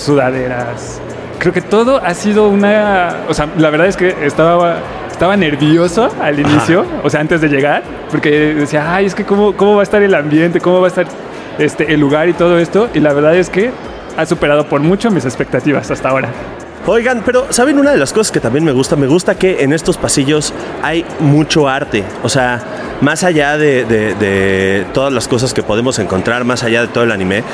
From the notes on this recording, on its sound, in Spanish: Recorrimos los pasillos de la AniMole 2023 y les grabamos un episodio desde la cabina de Sonoro. Recorrimos los pasillos de la AniMole 2023 y les grabamos un episodio desde la cabina de Sonoro.